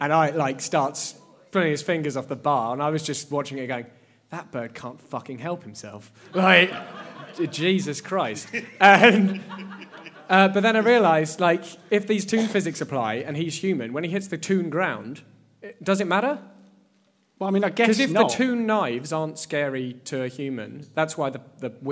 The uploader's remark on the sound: In this, the first ever Space Jam Continuum Live Show. Enlist the help of a studio audience.